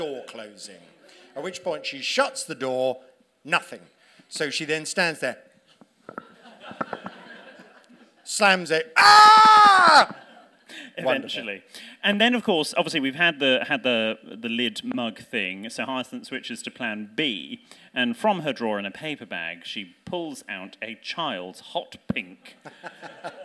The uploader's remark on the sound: Recorded live in London in November 2023. There's a spurious attempt at a Hyacinth impression from an audience member.